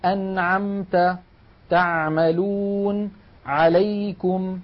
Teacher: هذه العين تخرج من وسط الحلق.